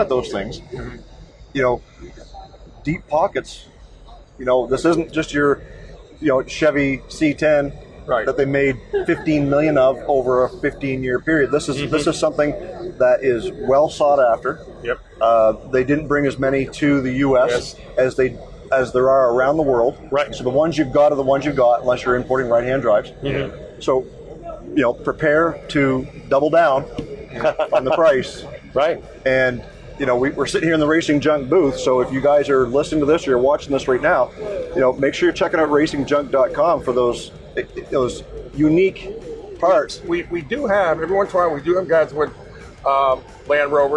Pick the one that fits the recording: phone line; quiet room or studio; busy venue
busy venue